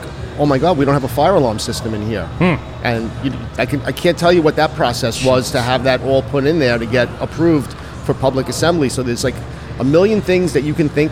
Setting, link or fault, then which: setting, busy venue